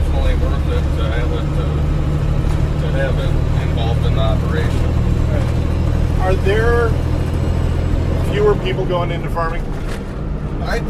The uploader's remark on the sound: take the show to Estrem Farms outside of Nerstrand, Minnesota